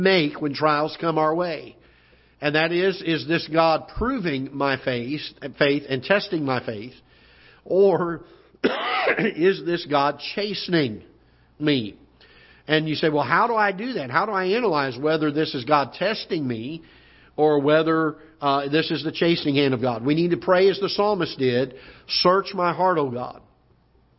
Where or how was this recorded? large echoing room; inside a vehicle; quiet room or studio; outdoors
large echoing room